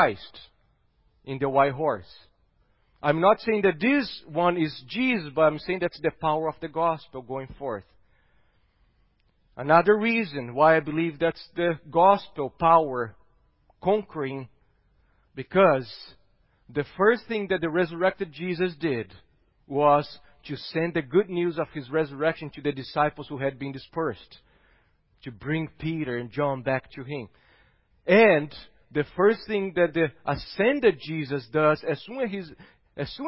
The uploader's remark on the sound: at Gracious Cross Reformed Church Salem on Sunday, April 4th, 2021.